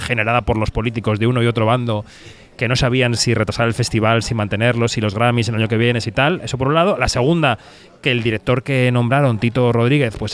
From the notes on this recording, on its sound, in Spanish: Pilla al equipo del programa en el ecuador de la Seminci de Valladolid. En una grabación en mitad del salón de mesas del restaurante 'Don Bacalao'.